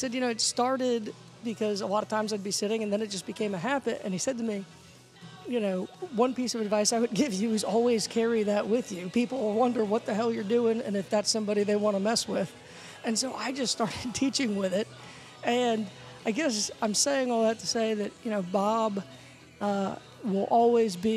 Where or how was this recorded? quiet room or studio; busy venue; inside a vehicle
busy venue